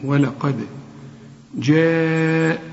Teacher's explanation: هنقول ولا قا، القاف المفخمة وقلقل الدال